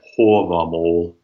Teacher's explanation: some of the long vowels had a different sound than the short vowels, and that's the case with A, where the long A is rounded